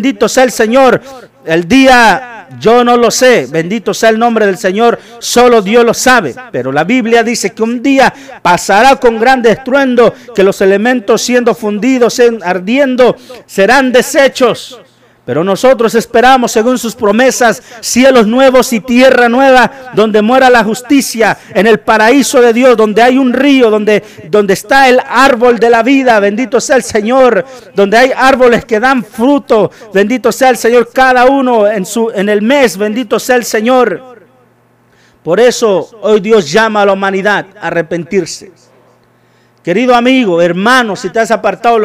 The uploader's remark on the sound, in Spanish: TRASMISION EN VIVO DE LA IGLESIA CRISTIANA MARANATHA